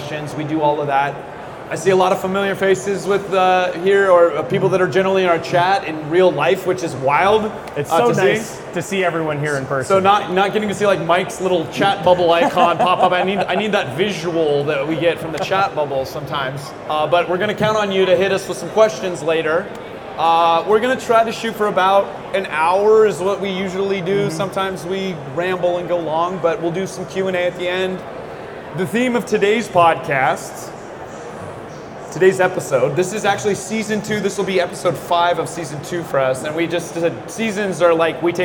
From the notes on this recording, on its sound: Today we're recording live from the 2023 East Coast RepRap Festival, a 3D Printing exhibition in Bel Air Maryland.